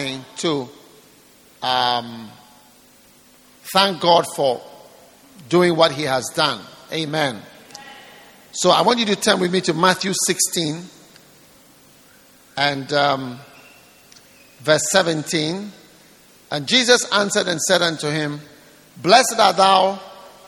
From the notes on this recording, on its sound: Preached at the dedication of The Rock Cathedral, Shepherd House International, Jamaica.